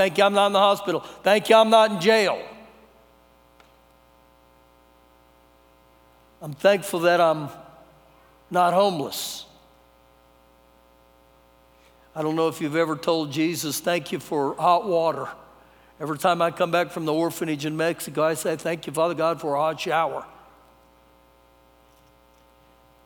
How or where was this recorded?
large echoing room